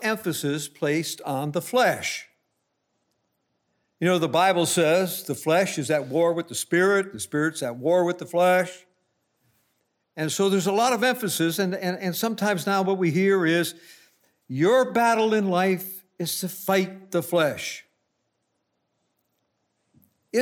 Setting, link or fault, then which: setting, large echoing room